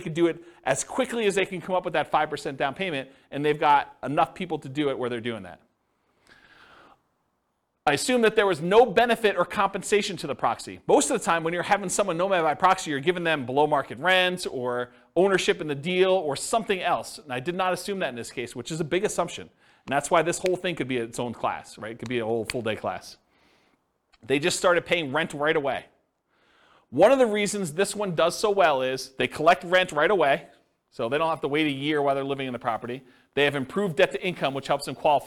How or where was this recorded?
live audience